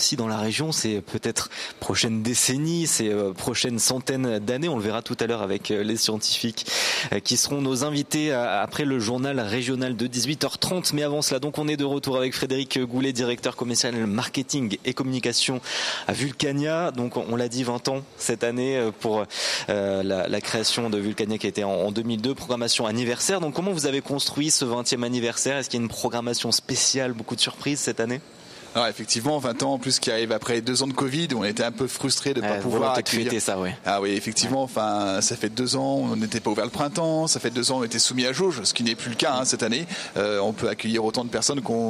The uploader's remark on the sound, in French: En direct de Vulcania, en Auvergne. Une expérience scientifique en direct.